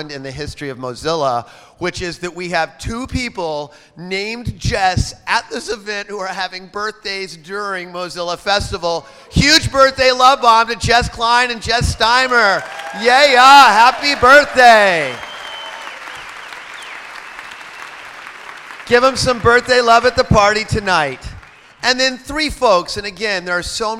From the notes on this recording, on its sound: This is the #Airtime recording of the Mozilla Festival Sunday Keynotes in London.